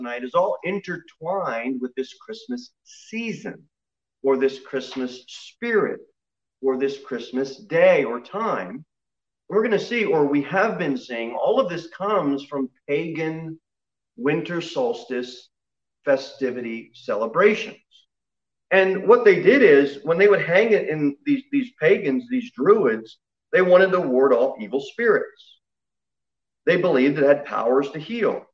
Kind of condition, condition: setting, large echoing room